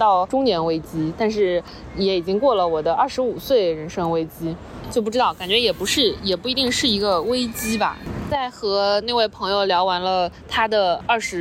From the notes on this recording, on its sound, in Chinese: 这期是来自塞尔维亚首都贝尔格雷德街头的现场报道。